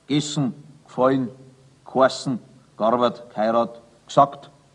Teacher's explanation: Auf jeden Fall verlieren alle Verben das E.